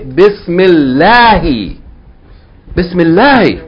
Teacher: the word Allah, when it's preceded by kasra, you pronounce it lightly, not heavily · Term: tarqiq, light